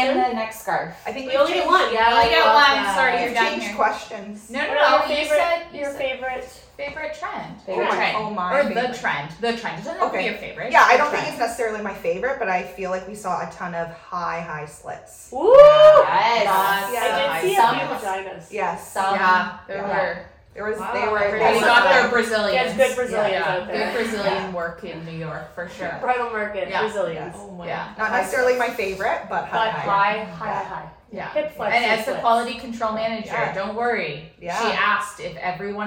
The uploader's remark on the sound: We are overtired, sans make-up and sleep, have bad lighting and a botched mic but we made it through one of the most beautifully chaotic NY Markets to date!